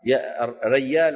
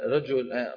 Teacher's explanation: فتغيير الجيم إلى ياء · Shown in: first take